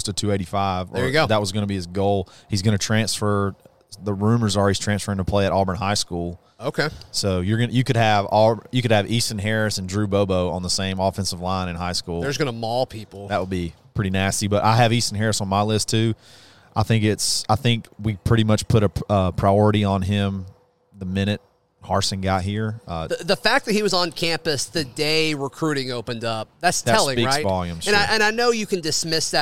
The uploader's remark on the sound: The guys broadcast live from Baumhowers every Monday night at 7:00 pm.